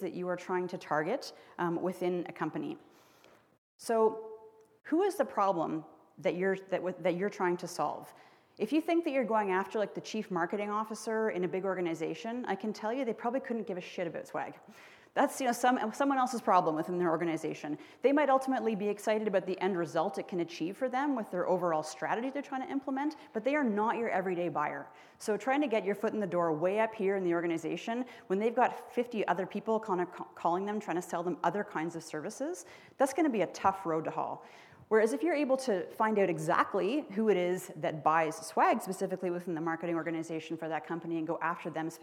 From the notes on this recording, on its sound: spoke to an audience full of entrepreneurs at our skucon conference in Las Vegas